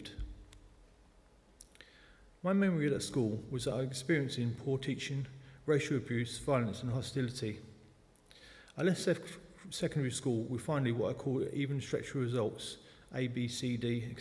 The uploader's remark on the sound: speaking at the 11 o'clock service